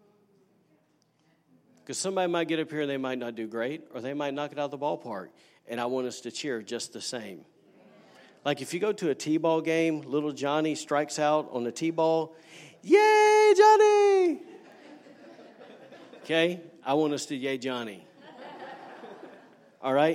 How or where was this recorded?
large echoing room